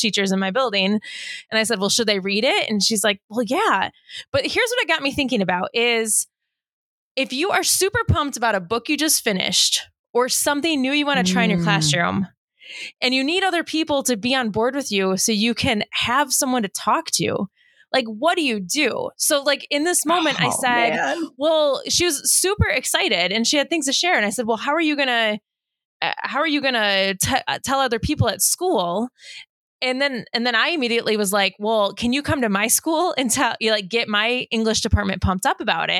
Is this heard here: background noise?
no